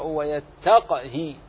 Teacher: إن كنت تقرأ لحفص تقرأ ويتقه، ويتقه بإسكان القاف مع القلقلة